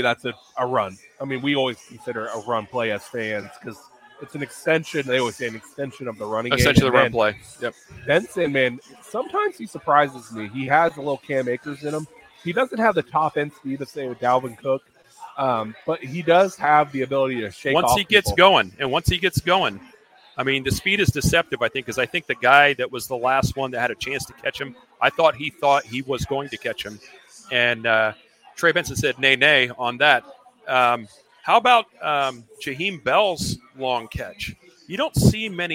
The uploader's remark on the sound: HALFTIME LIVE from Fishweir Brewing Company. In Jacksonville.